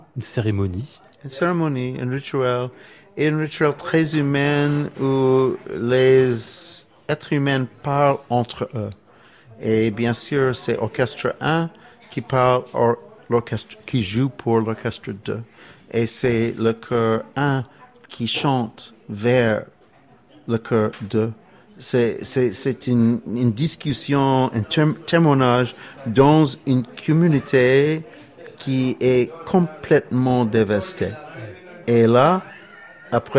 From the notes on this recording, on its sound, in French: en direct et en public depuis l'hôtel Bedford à Paris